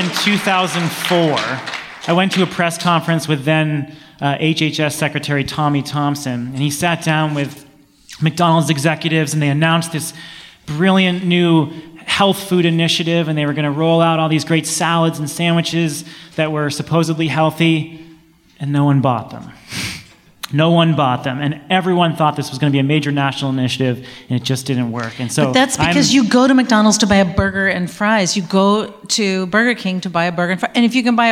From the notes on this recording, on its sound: Live at MIT. This past week, we recorded a live show at the MIT Energy Conference.